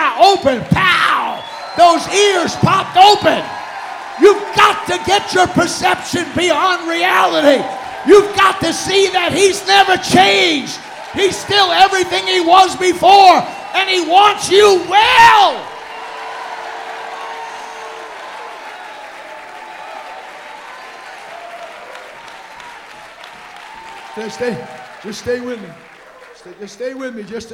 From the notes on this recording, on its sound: Recorded Live: March 8th at EndTime Restoration 2013, Union City, Ca